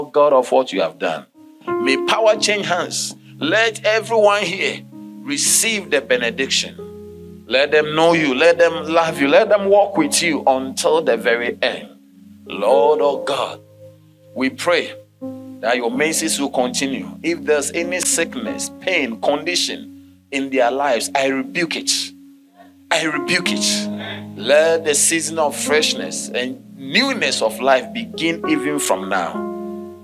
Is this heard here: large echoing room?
yes